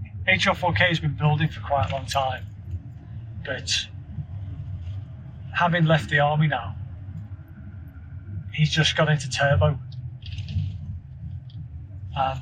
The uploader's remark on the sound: Bit of an off the cuff filler episode whist I was driving back home from the office.